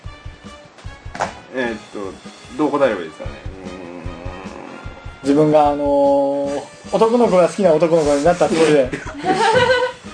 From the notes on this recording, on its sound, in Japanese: ムービーカメラ収録してますのでノイズが入ってます。